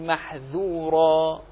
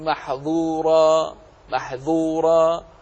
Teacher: أما الذال فهو مستفل وهو منفتح · Shown in: first take · فقل محذورا ولا تقل محظورا محظورا فيتحول كالظاء.